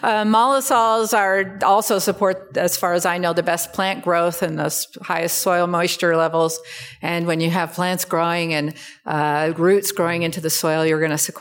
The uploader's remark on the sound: This talk was recorded at the Society for Range Management annnual meeting and training February 2020. The talk is from a symposium titled "Strategies for sustainability transformations in western rangelands."